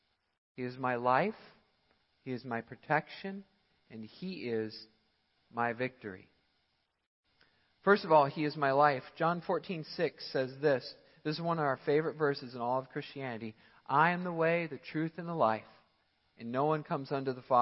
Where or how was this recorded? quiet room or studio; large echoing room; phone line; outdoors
large echoing room